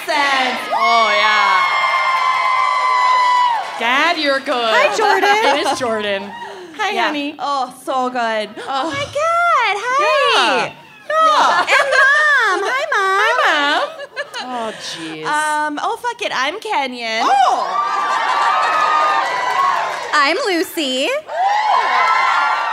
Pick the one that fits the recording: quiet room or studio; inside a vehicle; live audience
live audience